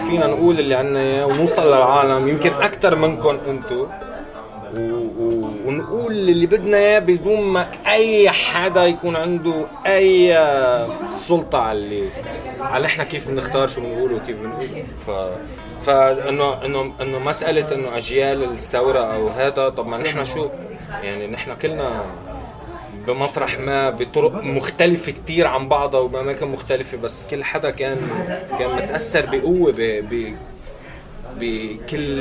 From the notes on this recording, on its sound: Speaks to some up and coming rappers at a joint performance in Beirut, and gets feedback from the audience and fans.